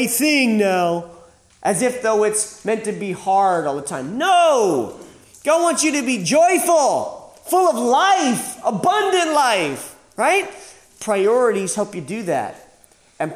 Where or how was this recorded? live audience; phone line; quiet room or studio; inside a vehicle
live audience